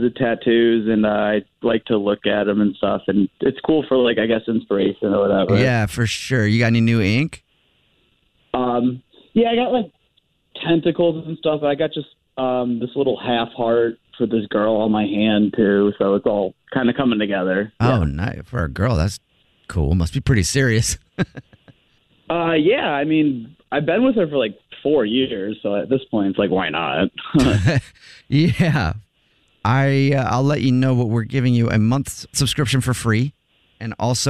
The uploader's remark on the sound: A Phone Prank